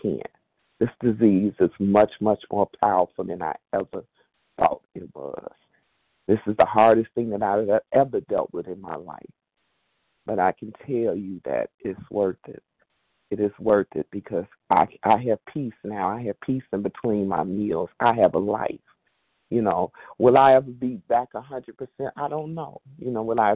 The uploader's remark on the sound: 100 Pounders Phone Meeting, 12/6/23.